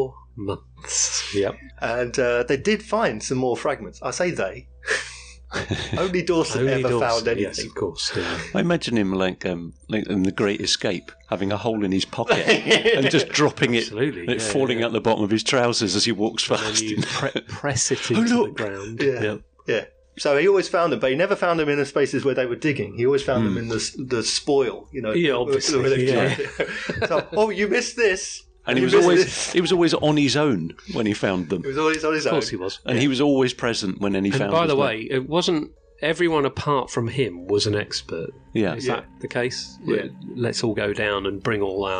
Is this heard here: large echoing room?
no